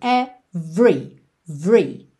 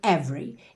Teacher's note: 99,9% das vezes que a gente vê a palavra every, esse E do meio é mudo. Ou seja, do V a gente vai direto pro R.